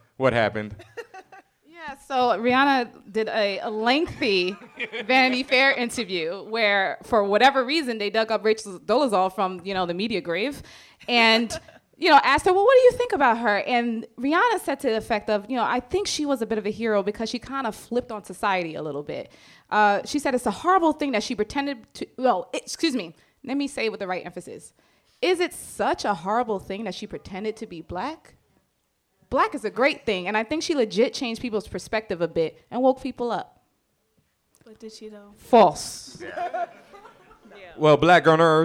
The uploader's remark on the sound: This episode was recorded in front of a live studio audience at Benzaquen Hall in The Dimmena Center.